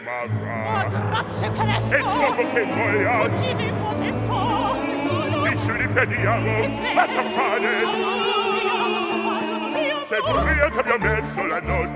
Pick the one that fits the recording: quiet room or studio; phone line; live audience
live audience